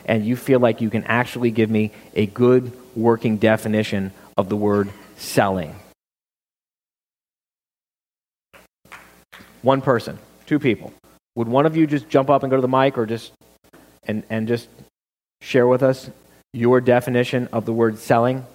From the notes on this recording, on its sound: live quarterly meeting in July of 2014